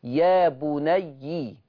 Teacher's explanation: يا بني بكسر الياء، ثم اركب معنا. اركب معنا باظهار الباء عند الميم